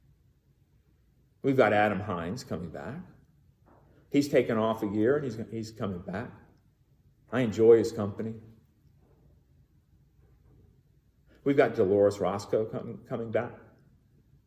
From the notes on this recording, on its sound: Recorded in the MPPC sanctuary.